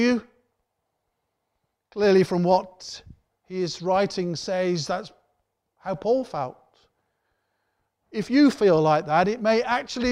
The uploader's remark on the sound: Worship from Morley Salvation Army, originally broadcast live in September 2020.